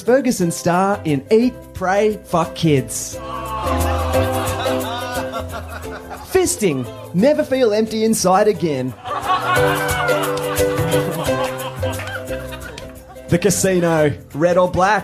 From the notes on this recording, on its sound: Live on stage at the FBi Social and live on FBi radio